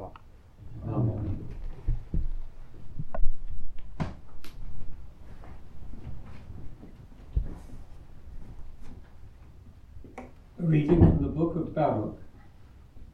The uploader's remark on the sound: Recorded live at Southgate House on 6 October 2023.